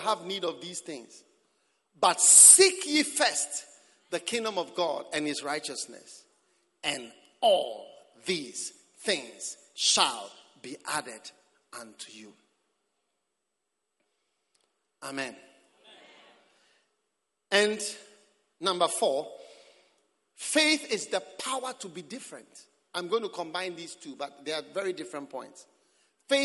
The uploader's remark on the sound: Preached at the Prophetic Encounter Service.